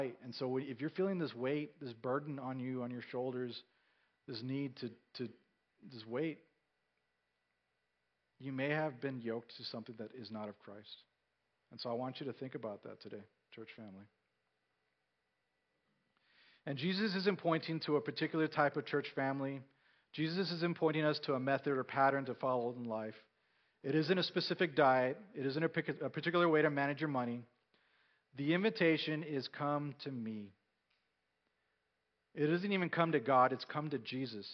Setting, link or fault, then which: setting, large echoing room